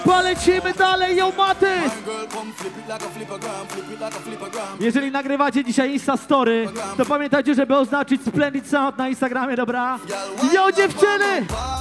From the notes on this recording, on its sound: 1hr live set from party called Rehabilidancehall in Gliwice, PL.